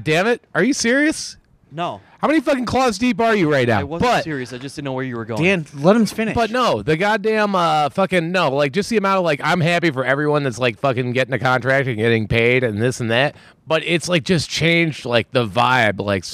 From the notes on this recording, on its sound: After consuming roughly 60 White Claws we decided to get the podcast equipment and record live from the AIW 4th of July cookout.